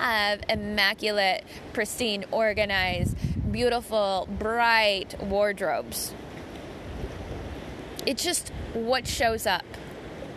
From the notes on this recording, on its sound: Sounds of the Pacific Ocean at Avalon Beach, Australia.